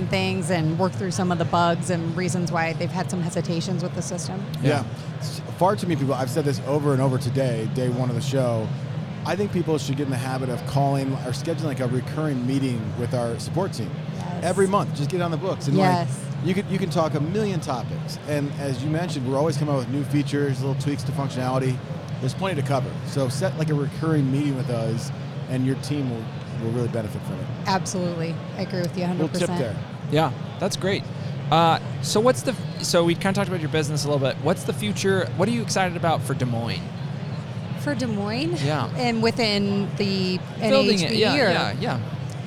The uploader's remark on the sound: we are LIVE from Las Vegas at the International Builders’ Show!